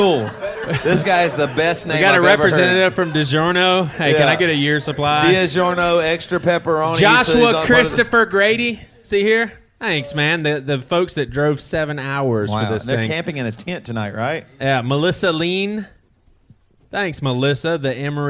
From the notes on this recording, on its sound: We’re live in Jacksonville